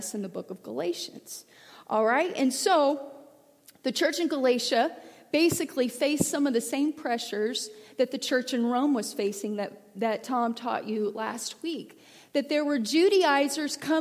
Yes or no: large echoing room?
yes